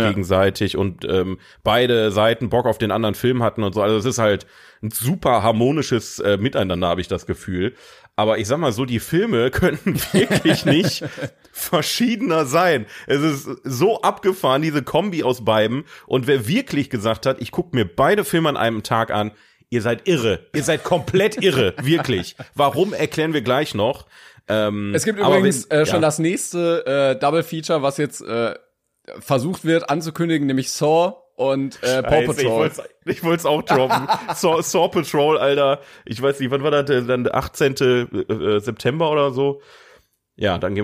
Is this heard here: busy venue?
no